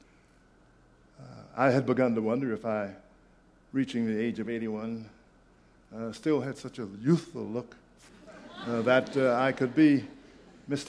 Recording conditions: busy venue